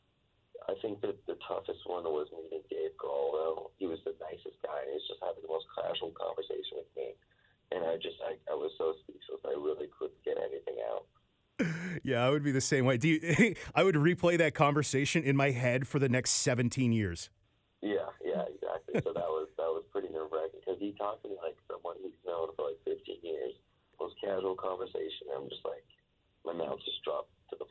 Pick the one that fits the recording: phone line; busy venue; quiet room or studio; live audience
phone line